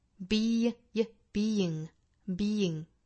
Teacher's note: being being 应该是 being being 前面是一个紧音的一个 e 的发音后面加的这个 ing 它的元音是一个松口的 a 所以说应该是从紧音过渡到松音 being being being being 如果我们听得足够仔细的话，其实中间是有一个小小的加音，不知道大家能不能够听出来，就是一个小小的半元音 ye 的发音